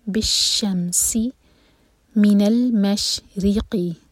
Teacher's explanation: ری باریک، را کے نیچے کسرہ